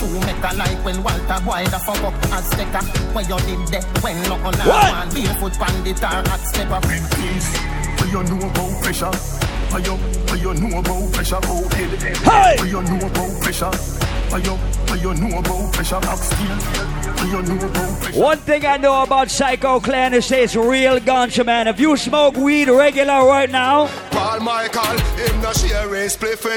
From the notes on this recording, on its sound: LIVE AT HENNESSY FRIDAYS AT BLVD IN NYC.